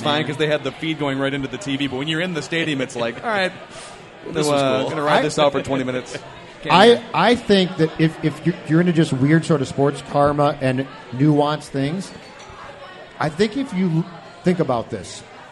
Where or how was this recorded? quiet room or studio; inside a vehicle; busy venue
busy venue